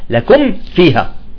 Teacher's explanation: يجب أن تقول لكم فيها الميم لوحدها ثم تخرج بالفاء